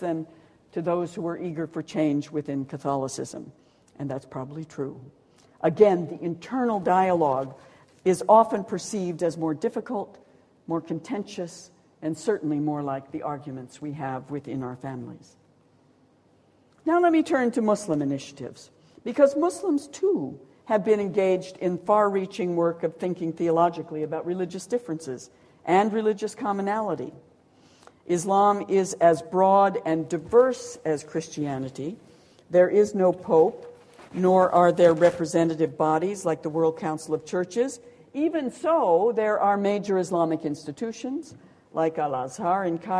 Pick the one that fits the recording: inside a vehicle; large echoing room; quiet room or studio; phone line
large echoing room